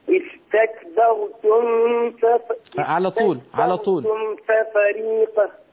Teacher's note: أظهر الميم عند الفاء · Term: إظهار الميم الساكنة